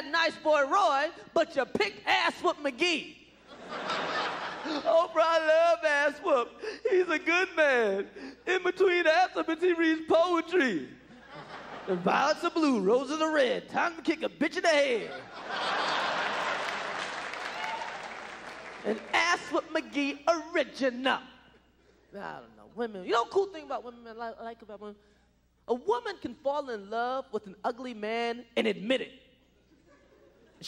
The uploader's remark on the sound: performed at the Just for Laughs Festival in 1996